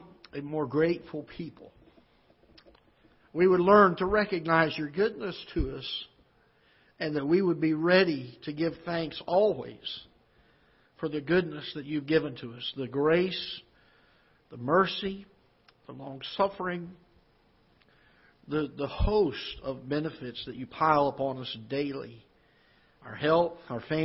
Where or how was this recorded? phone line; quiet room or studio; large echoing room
large echoing room